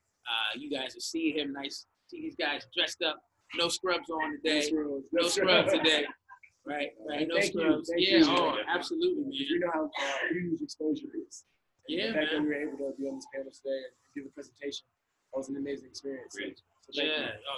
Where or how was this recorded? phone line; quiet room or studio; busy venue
busy venue